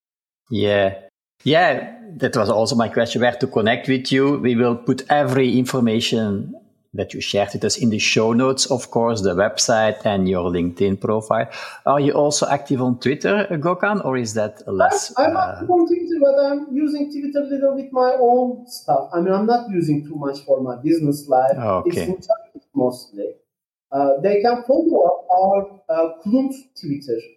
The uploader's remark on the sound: This episode was recorded through a StreamYard call on April 6, 2023.